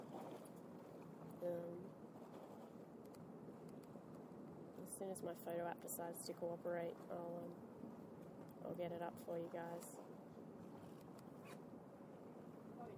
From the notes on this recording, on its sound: In this episode we have the commentary of the Land Rover Sydney Gold Coast Yacht Race 2014 start. This was streamed live direct from Sydney Harbour on the CYCA media boat.